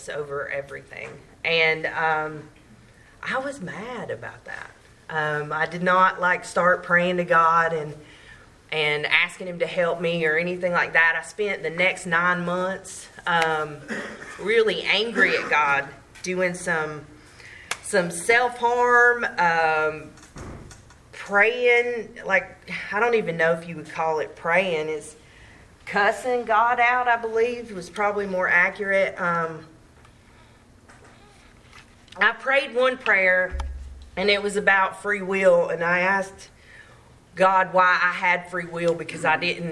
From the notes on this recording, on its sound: From Clayton NC tells her story at the There is a Solution Group on October 5, 2023.